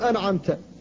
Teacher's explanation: طرف اللسان فتنطق من النون، ثم ترجع إلى الحلق لتنطق بالعين، فلا بد من التنبيه على إظهار النون الساكنة ومن غير قلقلة أيضا